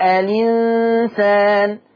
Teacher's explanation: الإنسان شيل الهمزة خد الكسرة حطها على اللام تبقى الإنسان. · Term: النقل